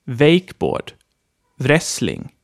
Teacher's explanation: In English, W can be mute or a half vowel, but words are all pronounced like a V sound in Swedish.